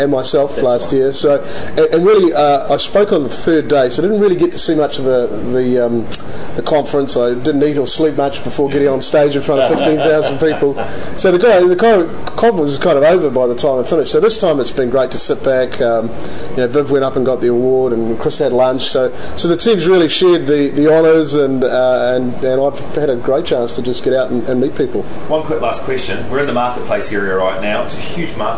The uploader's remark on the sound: This special edition of the NZ Tech Podcast reports from Microsoft’s Worldwide Partner Conference (USA).